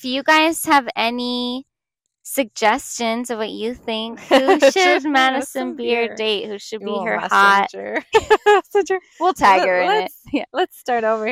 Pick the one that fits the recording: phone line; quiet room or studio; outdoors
outdoors